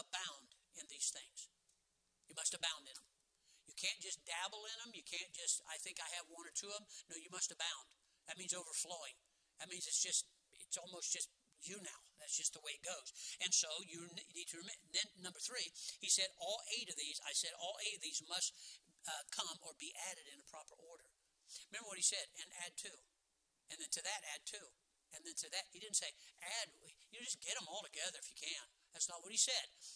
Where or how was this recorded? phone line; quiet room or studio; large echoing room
large echoing room